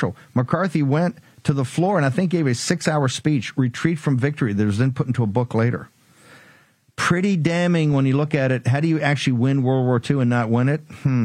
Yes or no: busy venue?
no